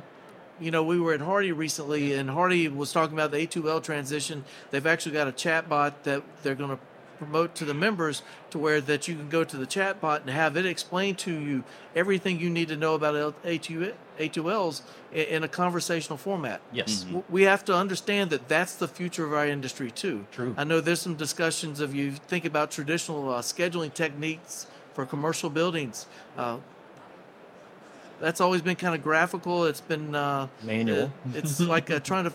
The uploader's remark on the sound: This episode recorded live at the 2024 AHR Expo.